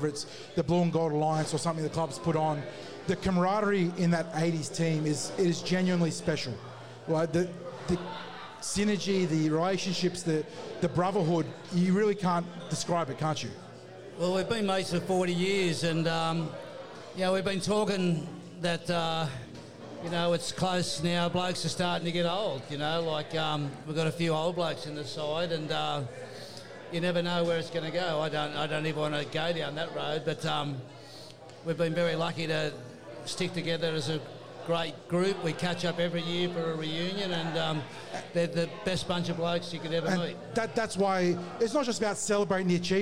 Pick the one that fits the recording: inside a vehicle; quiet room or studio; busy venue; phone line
busy venue